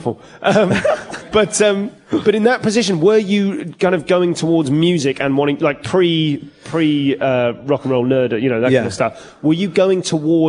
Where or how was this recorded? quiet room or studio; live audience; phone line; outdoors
live audience